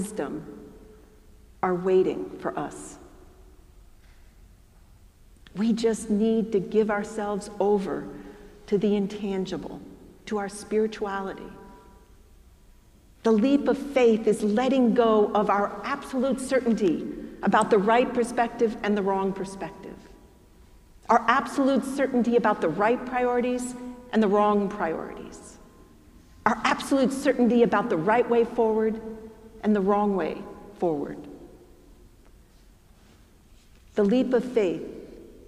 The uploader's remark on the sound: preached at our celebration of the Holy Eucharist on the Twenty-third Sunday after Pentecost